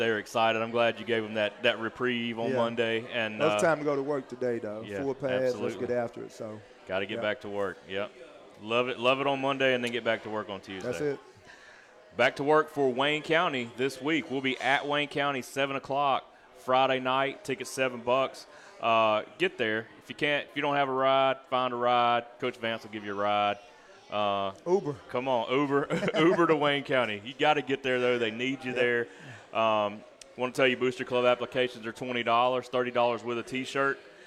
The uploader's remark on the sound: Live from Walk-On's Bistreaux &amp; Bar. Live from Walk-On's Bistreaux & Bar.